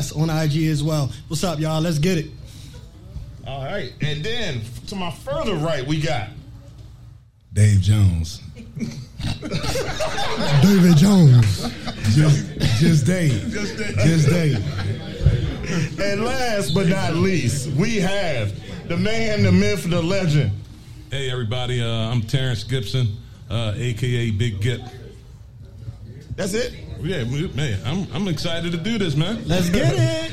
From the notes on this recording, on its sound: We took the first show live in front of an audience of friends and random folks at Patuxent Brewing Company!! Side note this was a live show so you will hear everything!!!